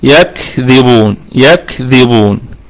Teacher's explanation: والباء فيها قلقلة نسبية، الباء فيها قلقلة نسبية لأنها مضمومة